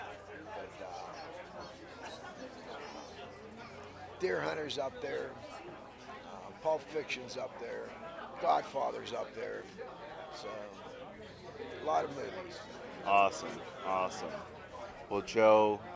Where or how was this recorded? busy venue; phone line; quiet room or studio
busy venue